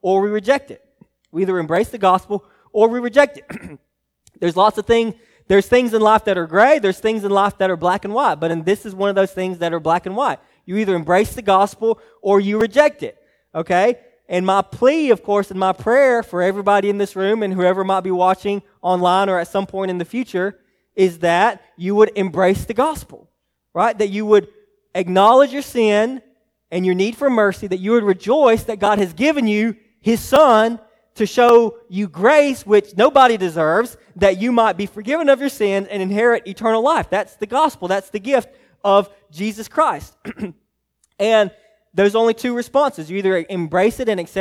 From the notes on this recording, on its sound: message preached to Hillside Baptist Church in Eastman, GA on 1/7/24